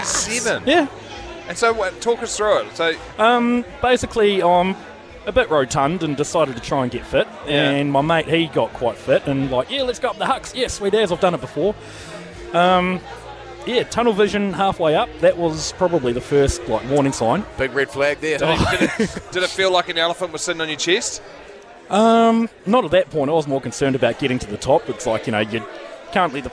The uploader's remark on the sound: From Last Place pub in Hamilton